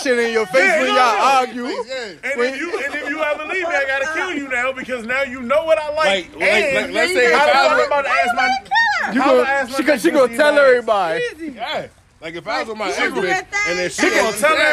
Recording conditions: outdoors